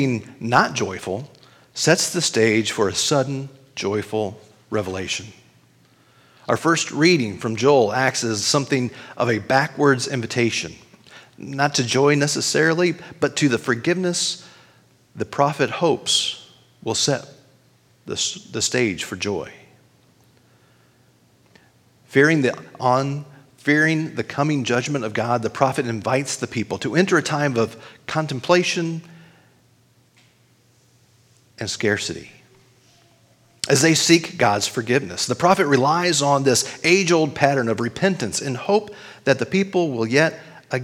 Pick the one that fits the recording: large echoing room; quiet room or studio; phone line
large echoing room